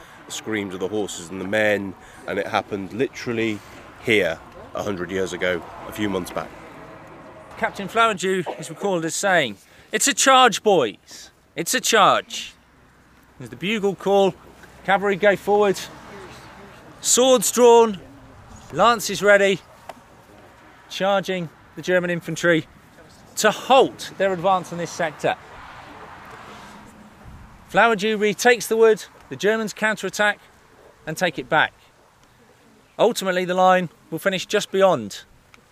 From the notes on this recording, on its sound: In August 2018, students from across the United Kingdom joined students from France, the United States, Canada and Australia on the Western Front to commemorate the Battle of Amiens. Recorded mostly during that battlefield tour. In this podcast, we visit MOREUIL WOOD.